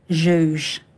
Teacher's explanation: it starts with this post-alveolar voiced fricative, which is hardly ever at the beginning and the end of a word, and so it's got this kind of like symmetry to it, what they would refer to as kind of sonic closure.